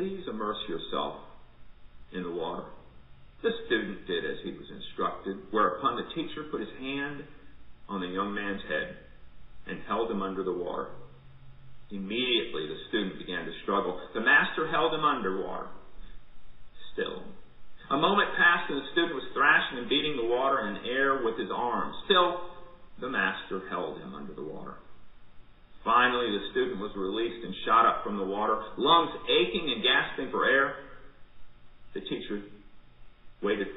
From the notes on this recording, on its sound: Recorded at MPPC for worship on Sunday, June 7, 2020 at 10 am